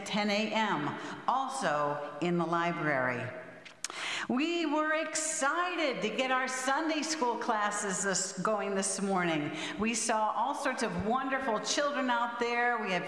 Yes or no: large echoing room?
yes